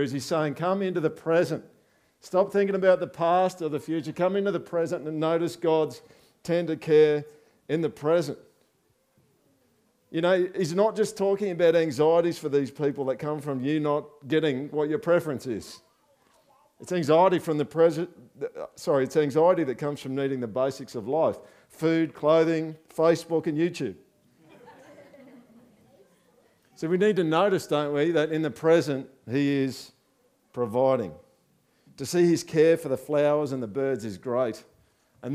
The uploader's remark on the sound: This is the recording (minus the songs) of the Project's thanksgiving service